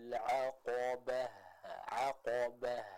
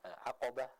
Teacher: Ada suara dari huruf ha yang mengalir baik dari segi suaranya maupun udaranya. · Shown in: first take